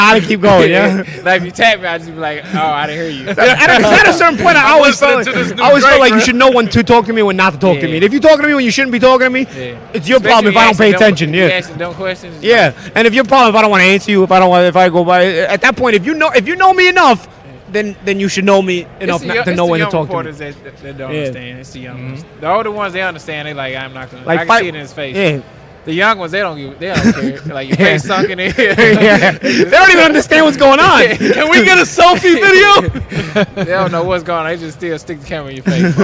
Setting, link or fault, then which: setting, busy venue